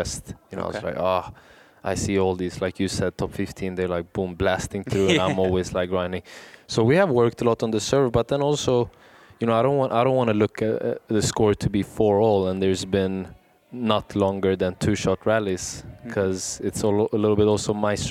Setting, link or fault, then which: setting, busy venue